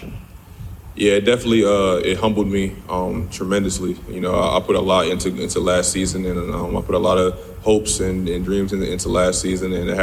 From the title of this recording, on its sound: FULL NC STATE PRESS CONFERENCE, ACC KICKOFF 2022